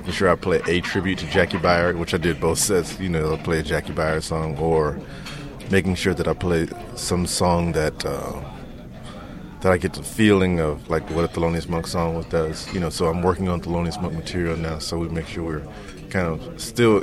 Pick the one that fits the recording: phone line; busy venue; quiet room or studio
busy venue